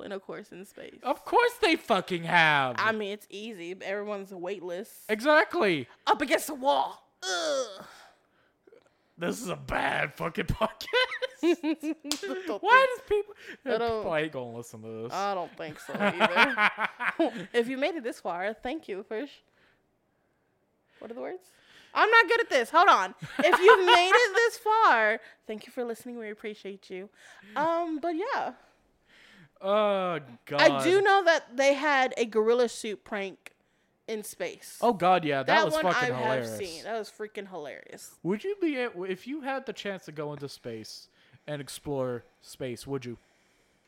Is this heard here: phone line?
no